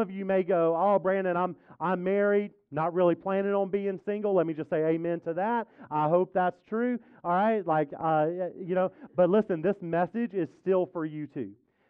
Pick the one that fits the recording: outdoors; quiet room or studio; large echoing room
large echoing room